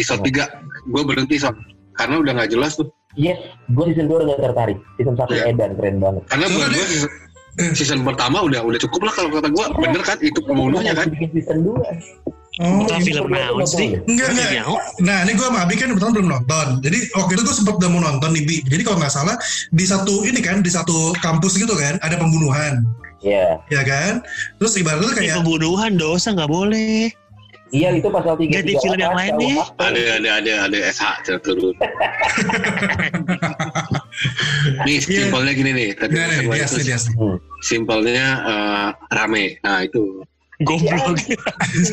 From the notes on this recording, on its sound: this episode recorded via Zoom